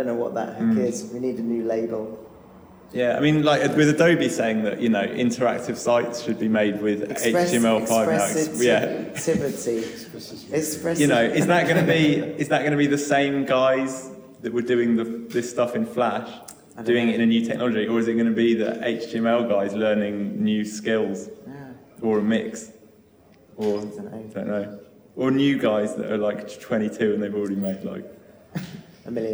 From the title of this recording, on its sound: Live from Flash on the Beach!